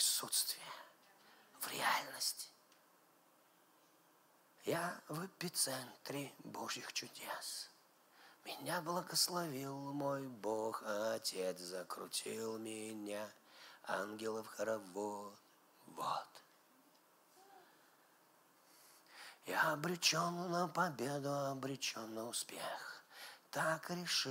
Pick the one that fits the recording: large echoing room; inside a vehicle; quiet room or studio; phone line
large echoing room